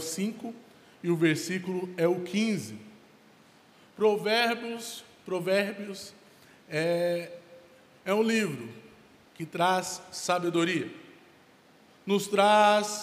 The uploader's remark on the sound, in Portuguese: Local gravação: Onda Dura Belo Horizonte